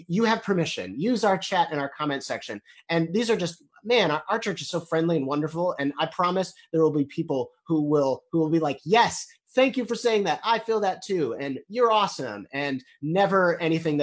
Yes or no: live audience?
no